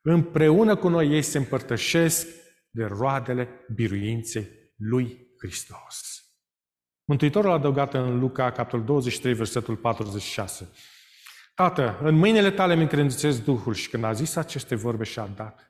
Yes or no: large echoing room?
yes